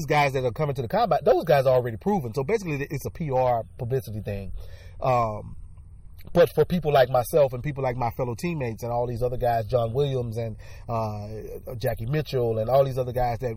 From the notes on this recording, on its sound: takes the show outside for a broadcast